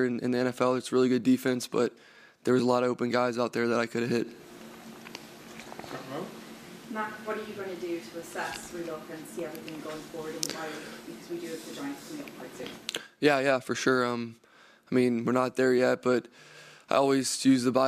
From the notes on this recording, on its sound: Addresses the media during his postgame press conference following New England's 10-6 loss to the Indianapolis Colts in Frankfurt, Germany.